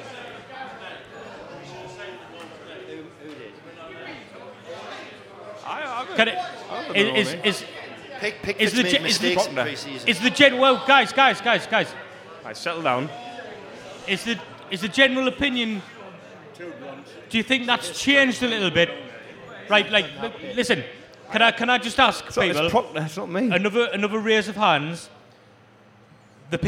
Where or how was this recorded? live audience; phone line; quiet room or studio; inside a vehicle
live audience